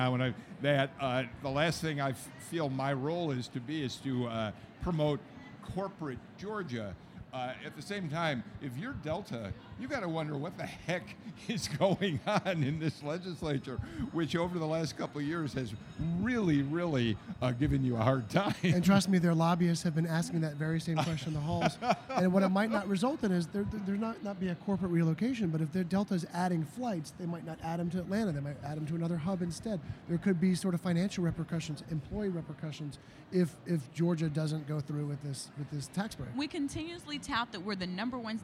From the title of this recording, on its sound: Live From The Capitol On Sine Die